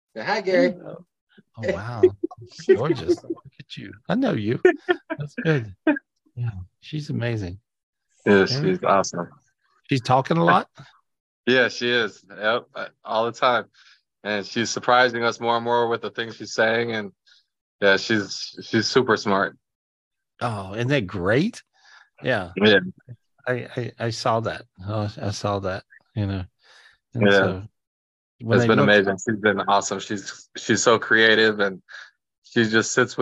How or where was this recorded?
video call